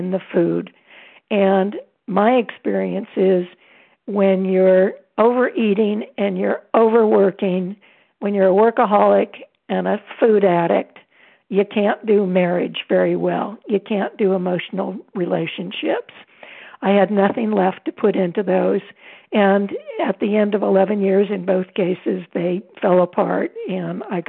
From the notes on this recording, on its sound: 100 Pounders Phone Meeting